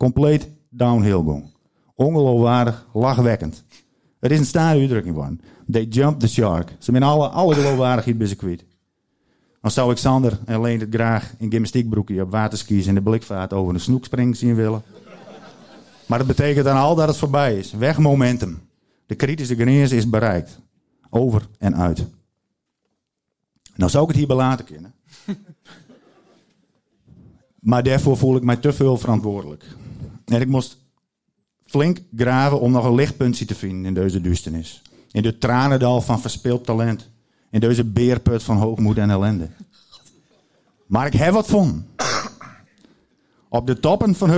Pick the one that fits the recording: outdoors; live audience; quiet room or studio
live audience